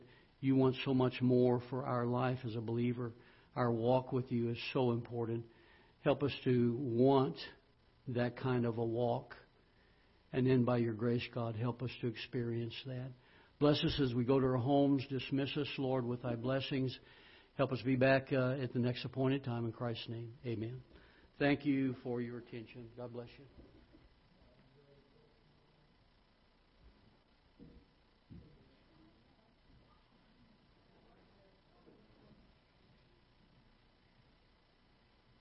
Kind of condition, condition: setting, large echoing room